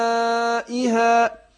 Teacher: يبقى حقق الهمزة وفخم الراء